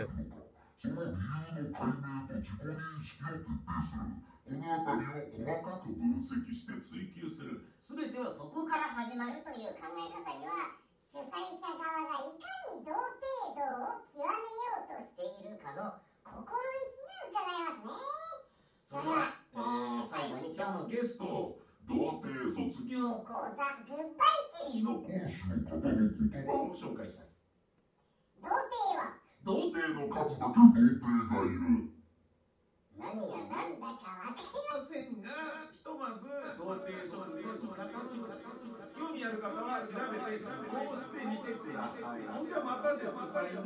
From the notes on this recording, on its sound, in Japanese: スタジオがあるのに、あえてブース外で手持ちレコーダーで録音する